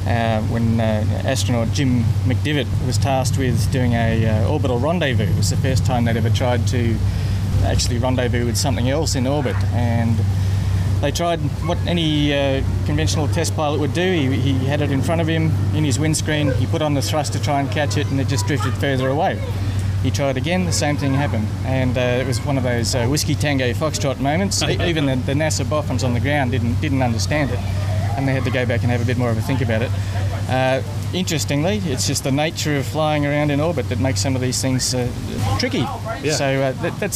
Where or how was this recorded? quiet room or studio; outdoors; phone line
outdoors